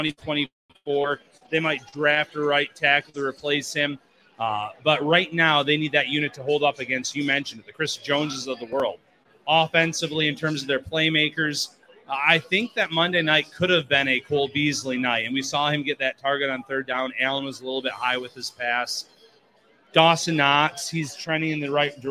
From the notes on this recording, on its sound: LIVE at Wingnutz in North Buffalo. Take some questions from fans.